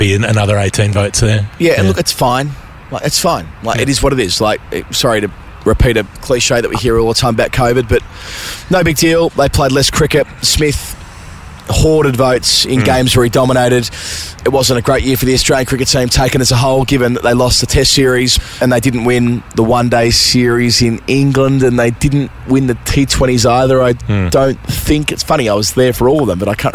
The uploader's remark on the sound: This week's episode comes direct from the Media XI cricket match against the MCC. An episode that was a lot of fun, recorded in a lovely location.